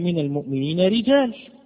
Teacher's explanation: راء مرققة قولا واحدا، وهي الراء المكسورة